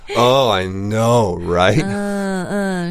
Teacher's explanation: they're being sarcastic, yeah. but their voice will also be going down